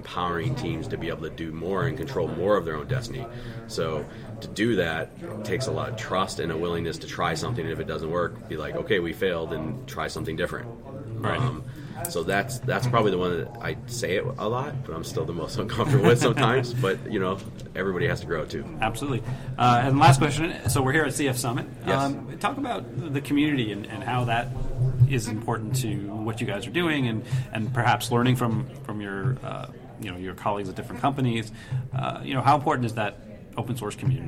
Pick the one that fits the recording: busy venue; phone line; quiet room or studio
busy venue